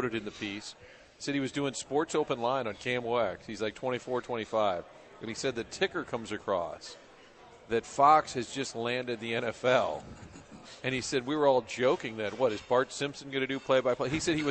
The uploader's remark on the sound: broadcasting live from Hot Shots in Fenton